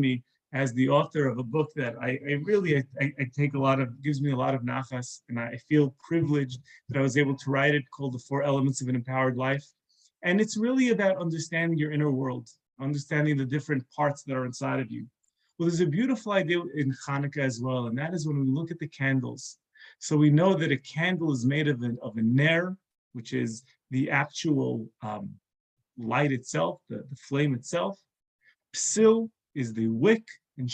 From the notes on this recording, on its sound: This is a recording of a zoom talk